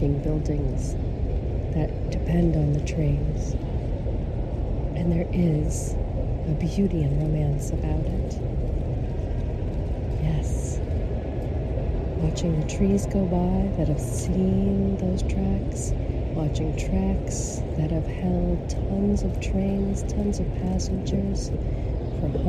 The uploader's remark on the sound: LIVE from 30th Street Station Philadelphia. At the Train Station in Philadelphia, Pennsylvania, USA. This is a special on location Walk and Talk of our Mindfulness Summer Tour 2022.